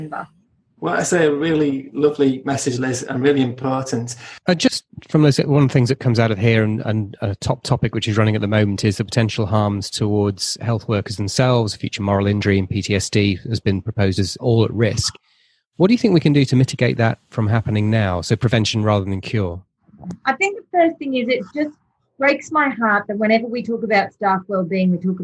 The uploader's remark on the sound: Podcast edited from a live webinar